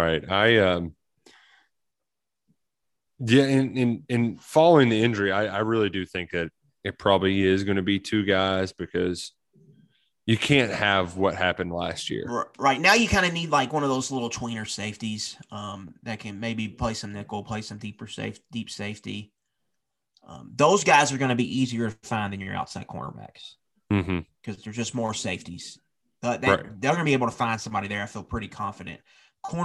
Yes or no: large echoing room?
no